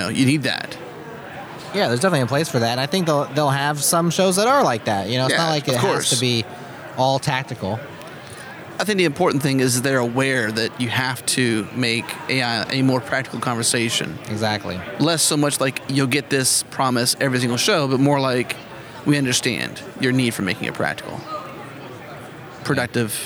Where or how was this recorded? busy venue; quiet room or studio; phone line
busy venue